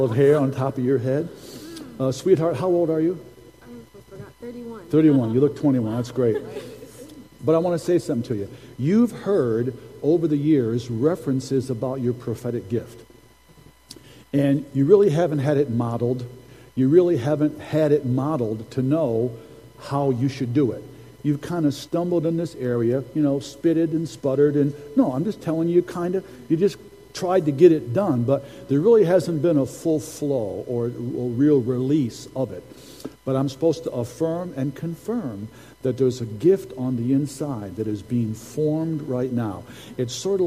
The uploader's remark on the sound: Recording from Sunday's prophetic service.